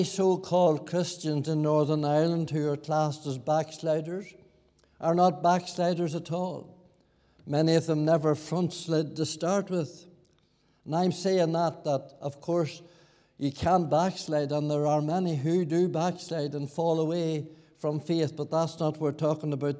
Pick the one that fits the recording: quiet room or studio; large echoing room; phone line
large echoing room